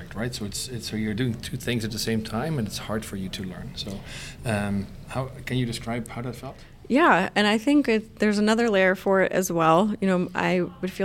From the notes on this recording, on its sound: episode recorded live onsite at the Event Design Certificate Program Level 3 Cohort 45 at Concordia University in Montreal Canada